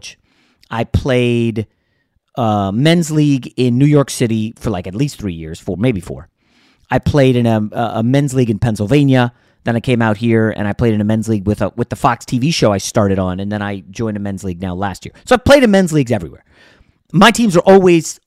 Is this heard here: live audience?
no